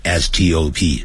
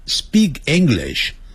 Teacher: 原来老外啊，在 s 那个音后头有 t，有 p，有 k，这个时候呢，全都念成呢 d、b、g 的音。